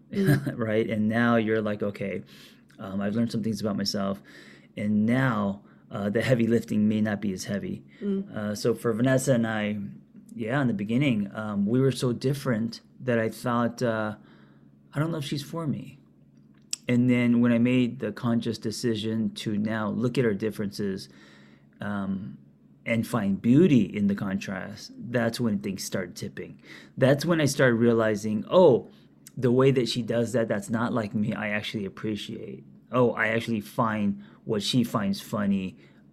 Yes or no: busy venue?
no